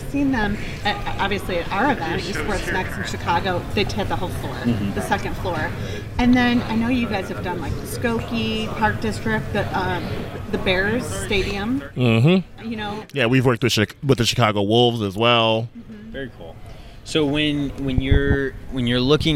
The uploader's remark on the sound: onsite at the PWR Southbend Conference